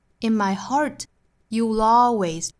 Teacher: heart 单词内部含有字母 r，所以我们也是要卷舌的